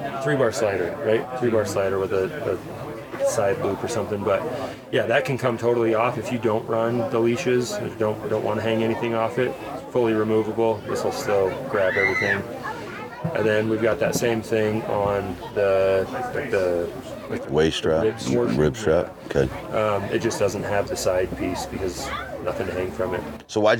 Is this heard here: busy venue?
yes